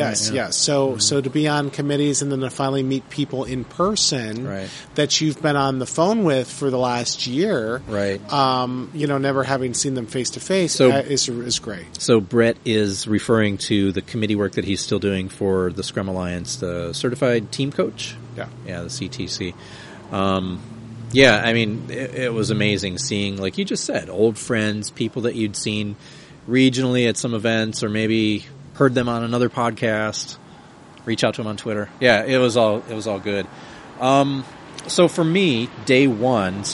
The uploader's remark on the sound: recorded in Orlando at Scrum Alliance's Global Scrum Gathering, April 2016